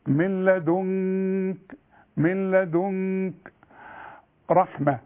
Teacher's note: اما اذا وقفت تقول من لدنك، والنون التانية اللي بعدها كاف هنخفيها ونغنها